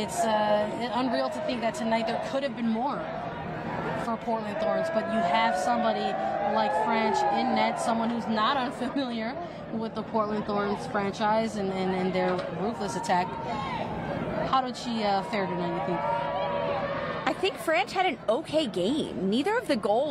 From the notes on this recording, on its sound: Record live from the NWSL Championship trophy ceremony on the field as the Portland Thorns receive their 2022 trophy.